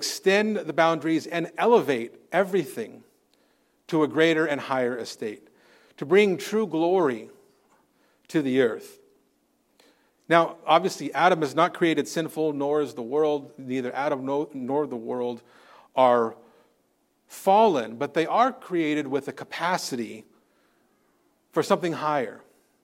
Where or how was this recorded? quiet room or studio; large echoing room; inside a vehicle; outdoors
large echoing room